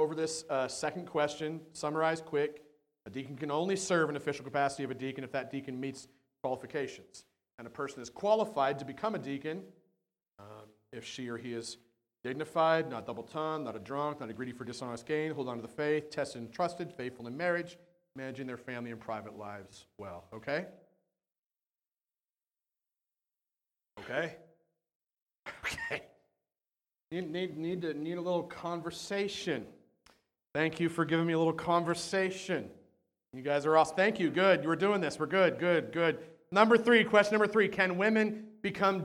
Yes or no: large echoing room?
yes